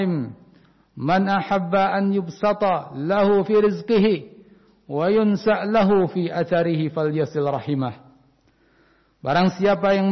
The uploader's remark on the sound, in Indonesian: Rekaman Khutbah Jum'at Ma'had Riyadhul Jannah Cileungsi Bogor. Pelaksanaan shalat Jum'at, dilaksanakan dengan mengikuti protokol kesehatan.